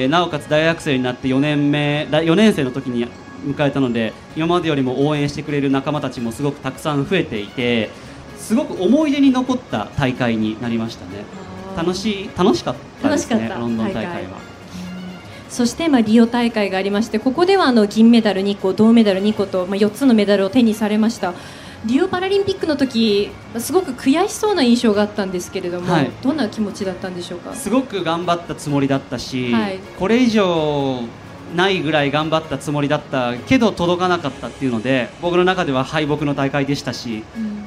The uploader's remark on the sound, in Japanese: 8月20日に東京・駒沢オリンピック公園中央広場で行われました当番組の公開収録の模様です。